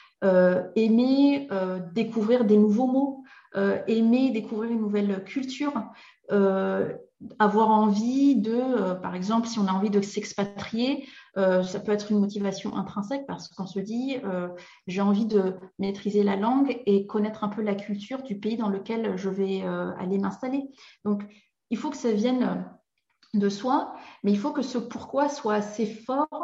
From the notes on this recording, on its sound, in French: Dans cet épisode tiré de mes archives de webinaire